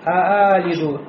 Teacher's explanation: кто-то произнес не хамзу, а просто а